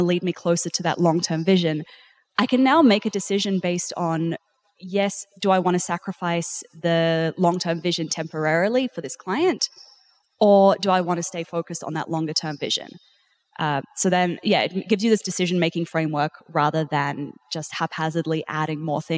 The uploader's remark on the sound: live conversation at Podcast Movement